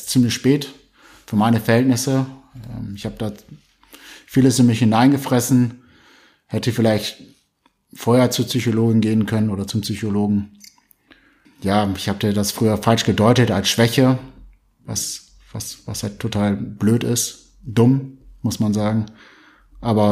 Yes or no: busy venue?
no